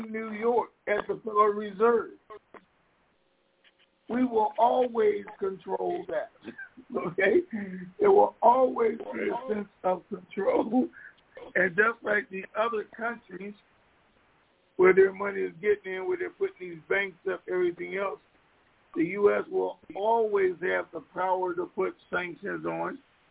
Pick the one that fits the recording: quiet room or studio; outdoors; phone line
phone line